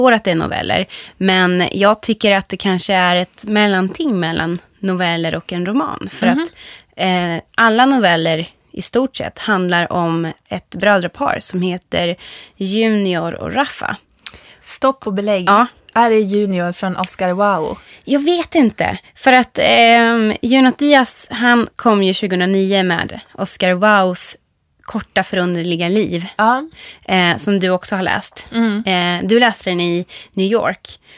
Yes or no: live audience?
no